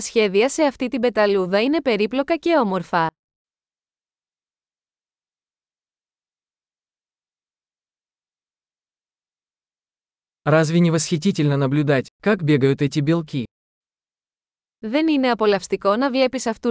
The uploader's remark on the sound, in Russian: Прогулка по лесу. Шум журчания ручья оказывает лечебное воздействие.